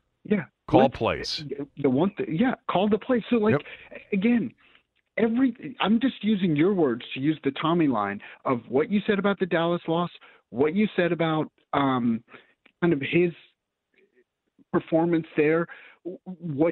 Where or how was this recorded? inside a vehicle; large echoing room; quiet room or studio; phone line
phone line